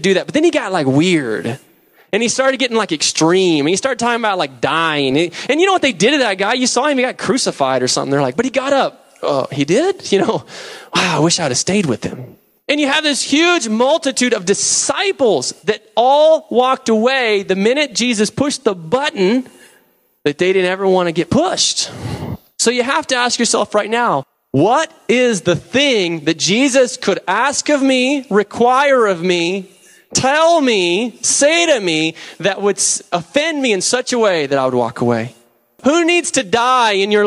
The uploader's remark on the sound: preached November 11, 2007 at Deliverance Bible Church, Hurst, TX.